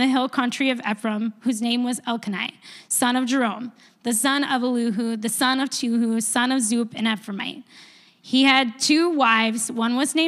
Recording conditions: large echoing room